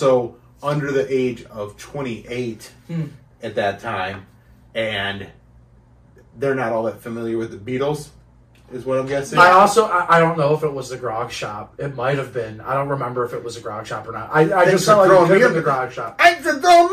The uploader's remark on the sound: The sound got messed up on this one.